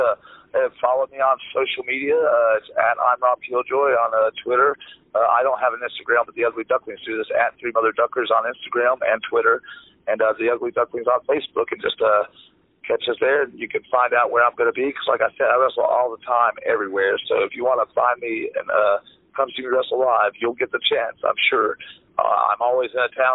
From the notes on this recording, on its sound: This episode features a phone chat